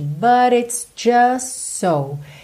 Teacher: Esse just so, você acaba juntando pelos S's, então o T do just não aparece, tá? Para ele não quebrar a fluidez aí da ligação mesmo das palavras.